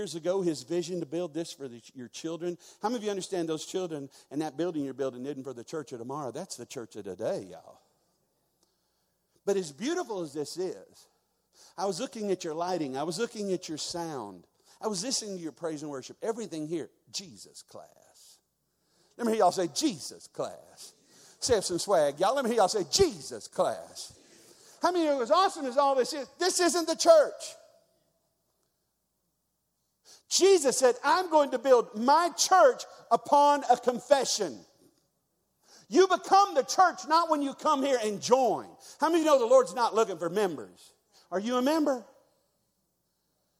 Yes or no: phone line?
no